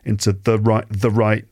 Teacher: See, the becomes small because it's not one of the stressed words or one of the stressed syllables. · Term: weak forms